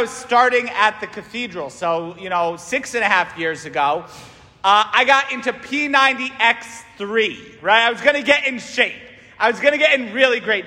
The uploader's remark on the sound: St Francis Catholic parish homily